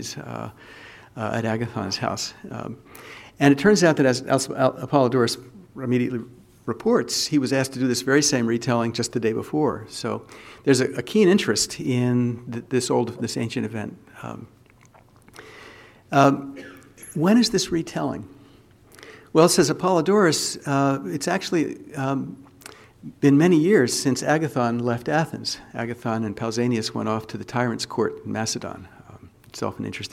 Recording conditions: large echoing room